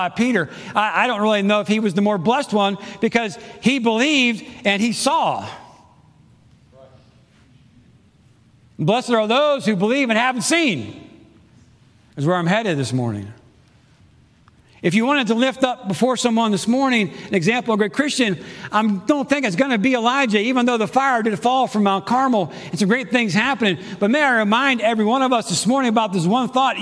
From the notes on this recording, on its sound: Preached Sunday June 12, 2022 in the AM service